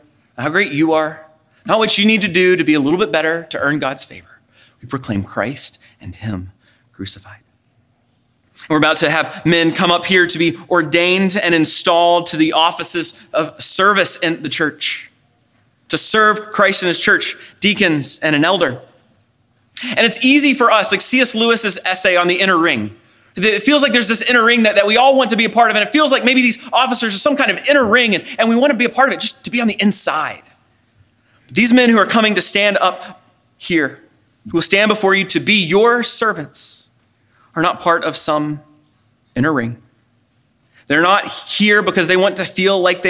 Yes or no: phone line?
no